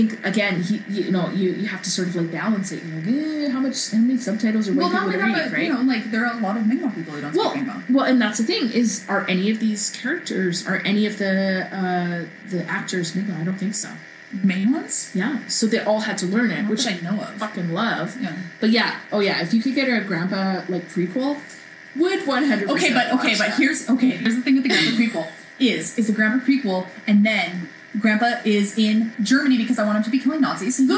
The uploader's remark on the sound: Atmospheric background noise. No amount of filters could get rid of it. The awful damn buzzing.